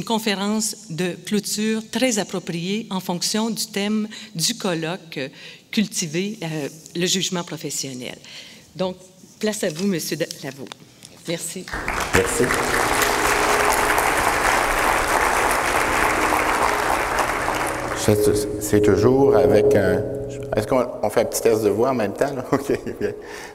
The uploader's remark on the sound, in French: Conférence de clôture du colloque 2012 de l'AQPC, à Gatineau.